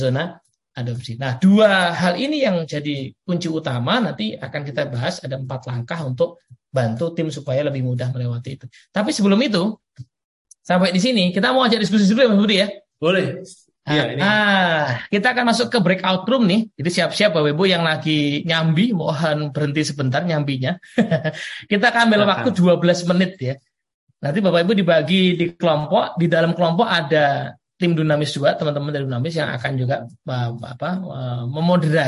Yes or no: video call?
yes